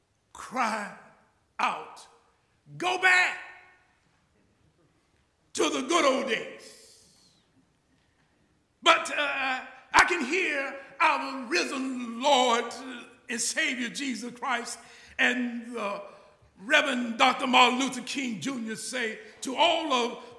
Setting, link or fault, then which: setting, large echoing room